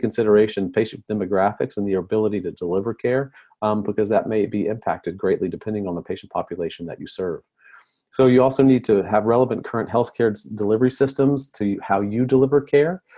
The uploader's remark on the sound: ZOOM Recording of Telehealth Now Presentation